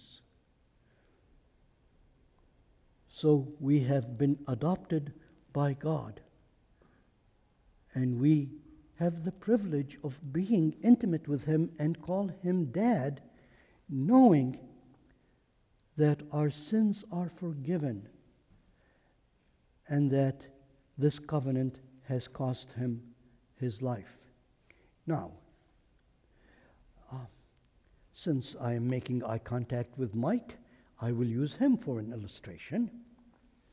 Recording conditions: large echoing room